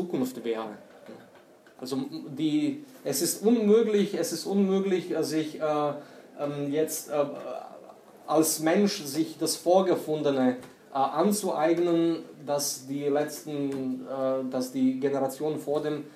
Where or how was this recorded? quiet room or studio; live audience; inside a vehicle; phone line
live audience